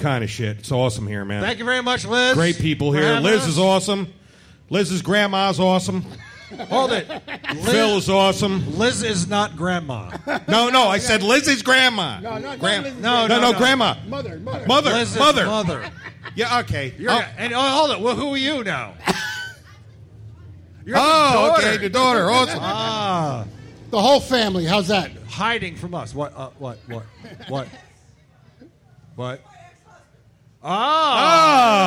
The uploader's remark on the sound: Live from Bergen Harley Davidson